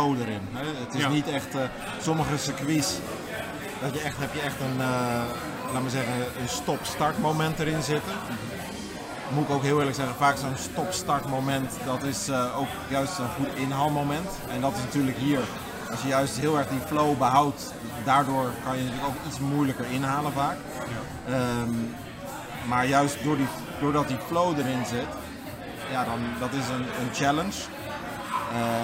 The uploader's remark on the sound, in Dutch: In de week van de Dutch GP komt Paddockpraat, de podcast van Formule 1 Magazine, live vanuit Zandvoort. In Strand 21, de thuisbasis van MP Motorsport.